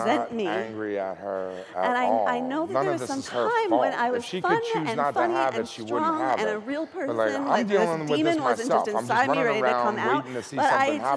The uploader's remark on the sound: Recorded at TEDMED 2013.